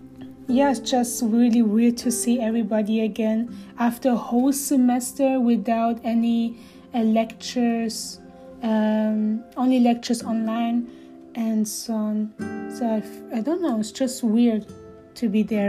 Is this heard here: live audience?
no